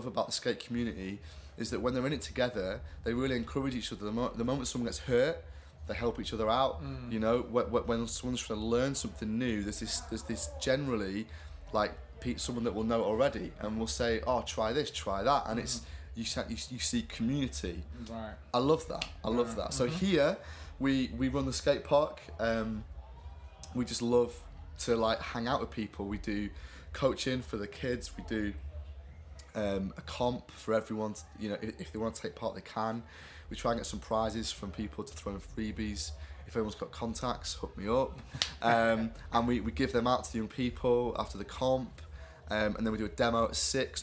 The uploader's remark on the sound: LIVE from CreationFest 2015